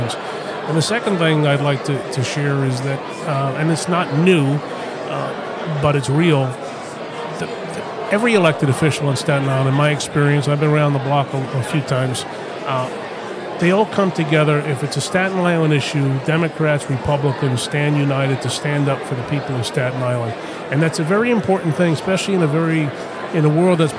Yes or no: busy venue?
yes